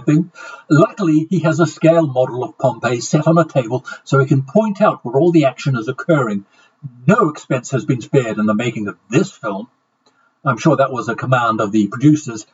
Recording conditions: poor sound quality